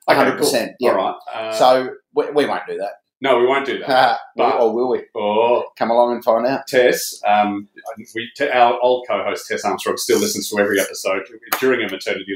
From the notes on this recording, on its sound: the audio is a bit tinny